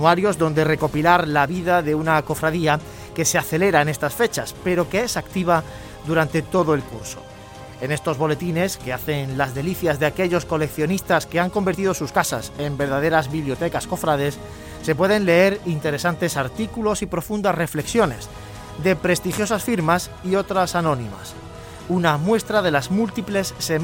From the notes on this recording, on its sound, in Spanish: Salimos en directo a la calle para ver cómo transcurre el Septenario al Stmo.